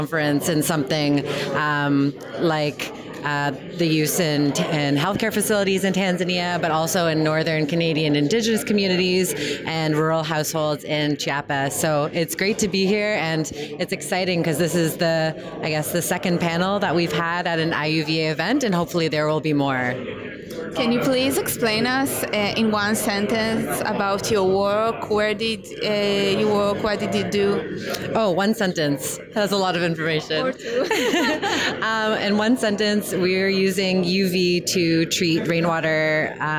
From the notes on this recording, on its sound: Live at IUVA Americas 2022.